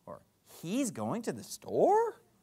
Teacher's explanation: We'll go up at the end for a question